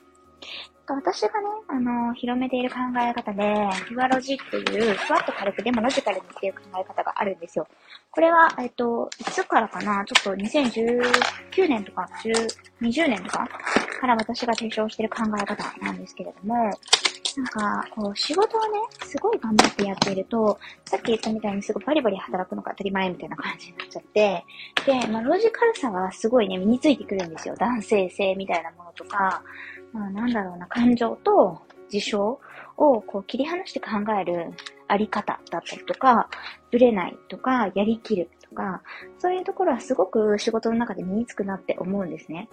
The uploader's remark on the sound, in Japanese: 雑音入り